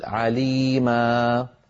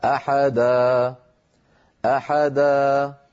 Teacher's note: هذه الألف تمد بمقدار حركتين، ويلحق يعني هذا المد بالمد الطبيعي · Term: مد العوض